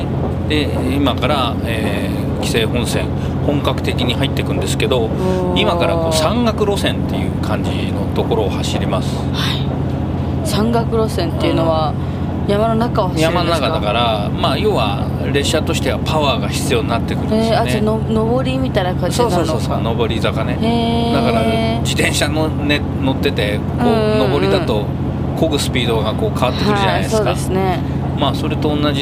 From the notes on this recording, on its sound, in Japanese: 実車収録 HC85系で紀伊長島まで行って来ました！